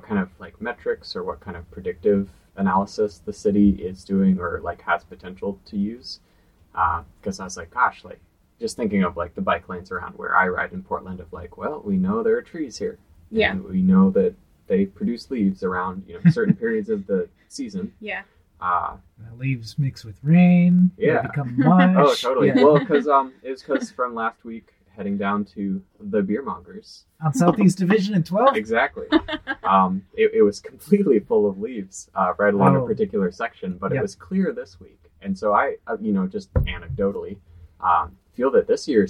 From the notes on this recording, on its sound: Note: this episode features a single microphone due to logistical difficulties. We apologize for the audio quality, but we will return to our usual microphones soon!